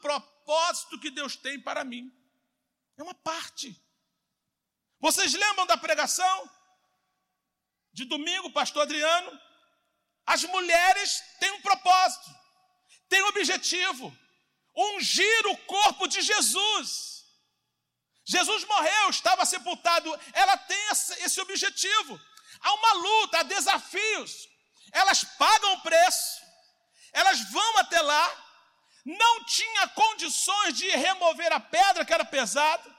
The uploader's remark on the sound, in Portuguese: CULTO AO VIVO.